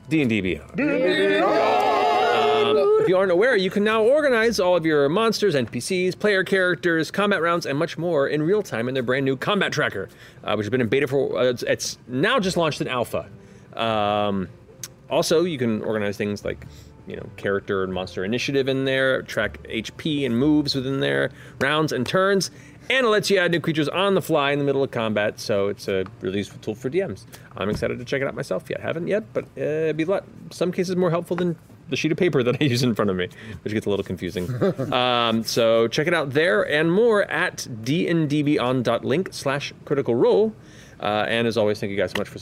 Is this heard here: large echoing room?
no